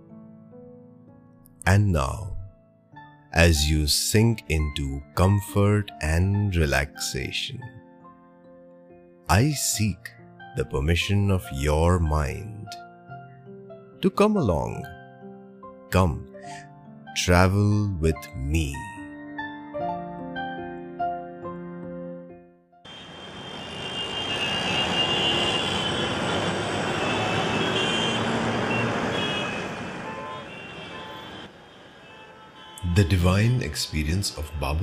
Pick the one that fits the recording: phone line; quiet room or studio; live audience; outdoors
outdoors